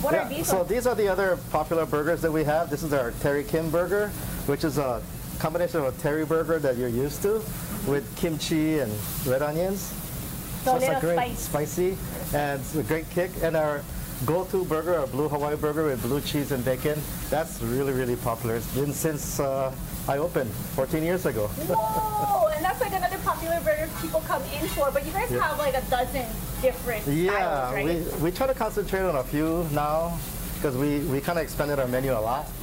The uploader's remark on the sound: Live at a new burger joint in Kaimuki.